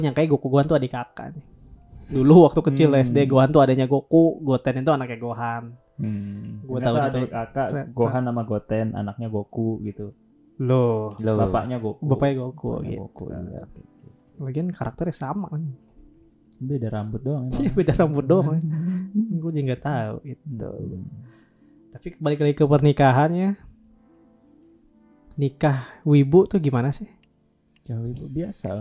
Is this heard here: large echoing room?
no